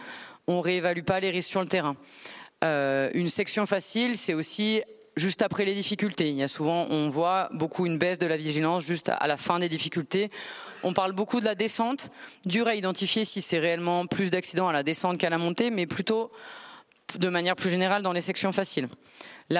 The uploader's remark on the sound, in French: Juin 2023, conférence ENSA